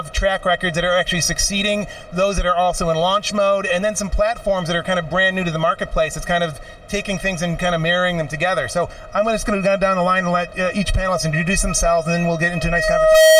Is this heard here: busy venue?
yes